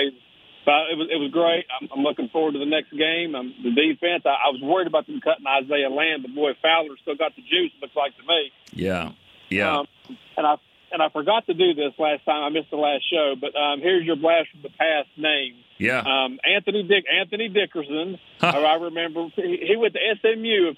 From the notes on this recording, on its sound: the phone lines lit up with fans